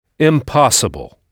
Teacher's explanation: Toujours avec la syllabe accentuée à l'oral placée avant le son able